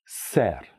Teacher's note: mit einem stimmlosen S, gefolgt von einem hellen, klaren E.